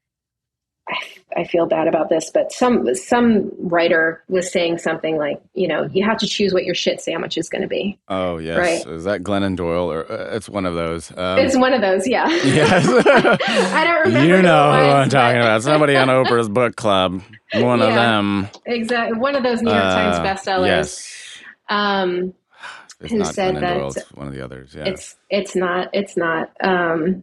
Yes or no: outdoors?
no